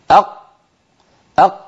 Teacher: أيوة جربوا هكذا أق، وحاولوا أن تضغطوا قليلا حتى تمشوا الصوت أق أق. مهما ضغط الإنسان ما ممكن يمر ذرة صوت عند نطق القاف · Term: قافا ساكنة